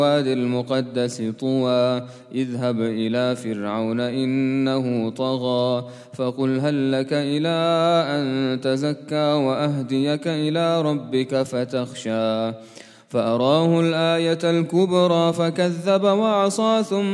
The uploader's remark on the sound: at the Houghton Masjid (West Street)